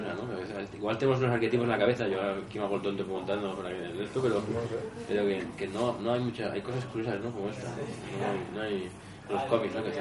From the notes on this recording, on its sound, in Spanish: Charla de la III Buldog Con. Esta vez, el evento tuvo lugar en Atom Comics, en Madrid.